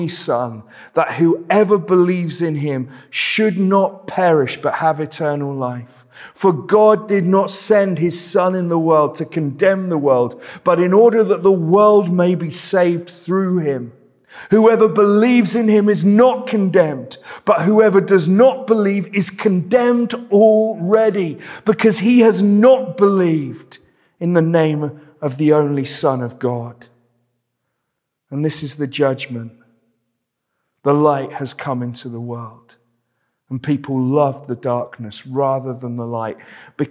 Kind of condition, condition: setting, large echoing room